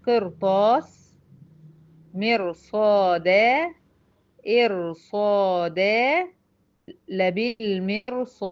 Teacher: برغم انها راء ساكنة وما قبلها مكسور، الا انها تشذ هنا عن القاعدة وهنفخم الره دي